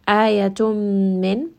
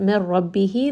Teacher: And if it is part of yanmu, ya nun mim waw, it is going to be with ghunna, meaning that you will hear that nun sound and you will bring it up into the nose · Shown in: first take · And if it is lam or ra, then there is going to be no idgham, meaning that you are going to merge this right away together. · Term: idgham with ghunna